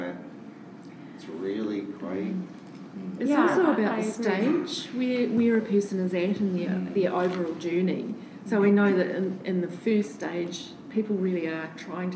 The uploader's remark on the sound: Live! From The San Diego Pain Summit! Live from the San Diego Pain Summit in San Diego, California.